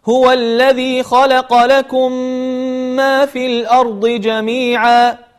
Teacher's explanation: ندخل الميم مع الميم ونغن بمقدار حركتين · Term: إدغام مثلين صغير